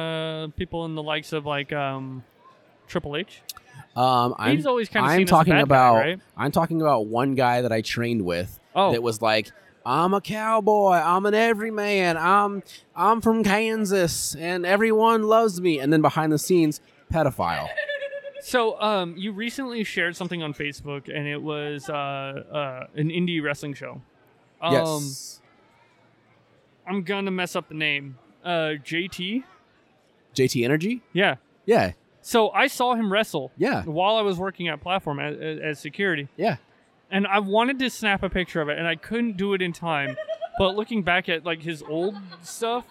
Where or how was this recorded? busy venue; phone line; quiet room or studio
busy venue